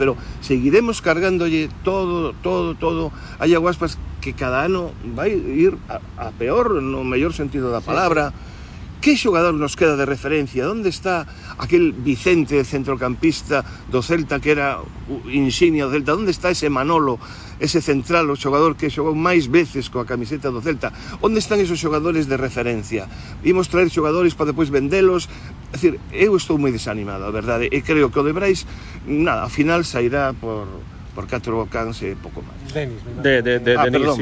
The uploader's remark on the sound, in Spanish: Programa grabado en la Playa de Samil, en Vigo.